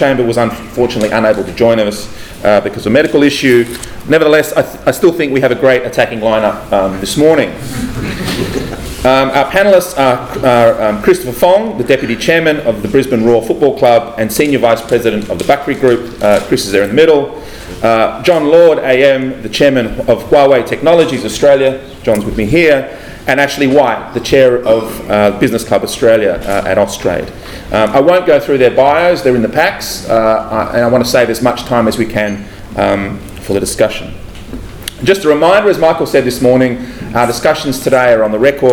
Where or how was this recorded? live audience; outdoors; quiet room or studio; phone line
live audience